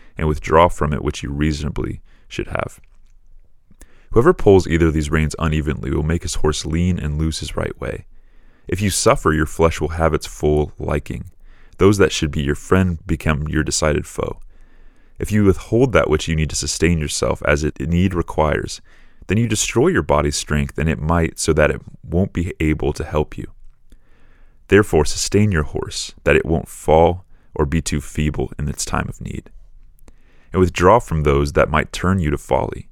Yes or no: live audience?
no